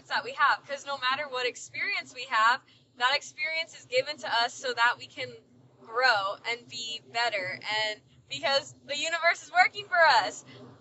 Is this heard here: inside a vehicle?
yes